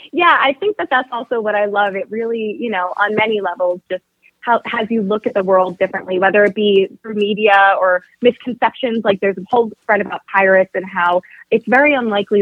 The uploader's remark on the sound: called in for a fun chat